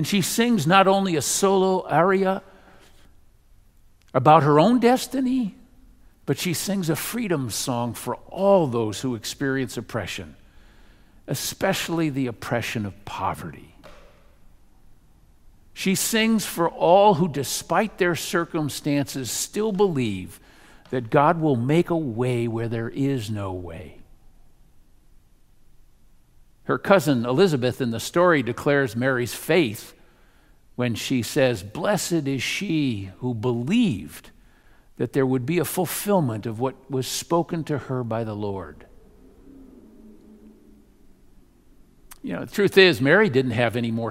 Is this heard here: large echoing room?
yes